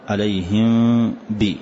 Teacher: فالأول الإخفاء عند الباء، يعني إذا كان ميم ساكنة بعدها باء نسميه إخفاء، ونسمي هذا الإخفاء، وسمه الشوفية للقراء، نسميه إخفاء شفوي لأنه يخرج من الشفتين